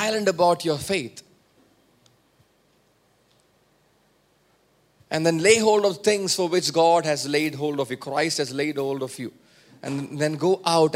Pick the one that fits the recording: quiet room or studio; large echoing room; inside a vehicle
large echoing room